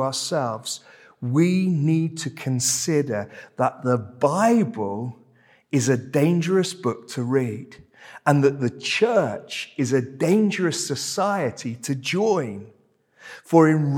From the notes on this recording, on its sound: This sermon was preached at Welcome Baptist Church on Sunday 2nd July 2023.